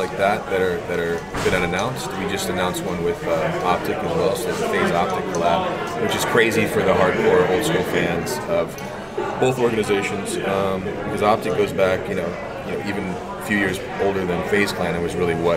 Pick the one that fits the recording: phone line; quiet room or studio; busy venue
busy venue